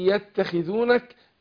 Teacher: زمن الغنة أو مقدار الغنة حركتين. فقول إن يتخذونك ما قولش إيه يتخذونك لا لازم أدي الزمن بتاع الغنة حركتين أطول الإيه الزمن شوي.